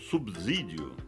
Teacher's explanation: o fonema B, sendo sonoro, tende a sonorizar o S, que é surdo, transformando-o em Z.